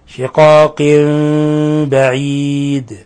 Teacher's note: تنوين كسر جاء بعد حرف الباء، فقلبنا النون ميما مخفى عند الباء · Term: إقلاب